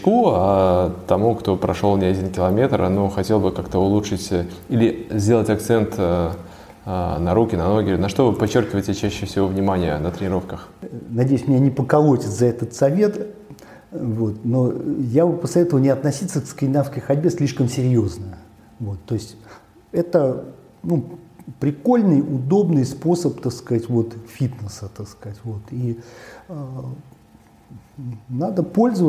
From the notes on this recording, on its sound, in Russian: на встрече, посвящённой 5-летию школы NordicWalking